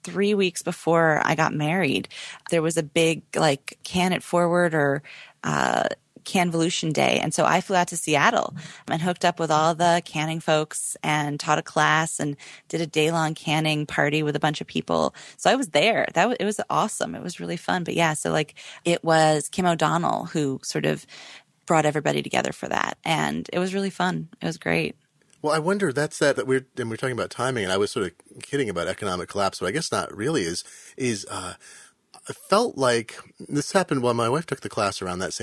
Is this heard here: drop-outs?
no